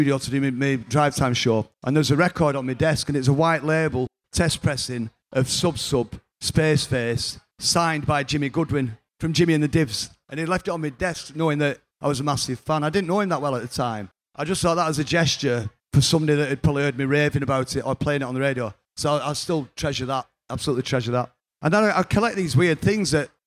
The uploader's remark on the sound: LIVE from 'Vinyl Adventures’ at Freight Island in Manchester. In this episode, recorded live.